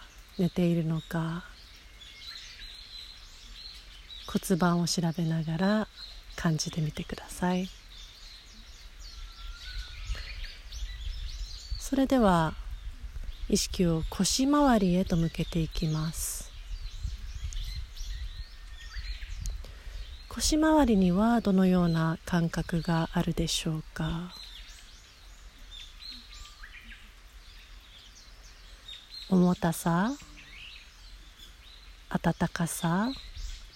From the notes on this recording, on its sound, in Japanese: 自然音とともに行うボディスキャン瞑想。逗子の披露山公園の山の中で録音したボディスキャン瞑想です。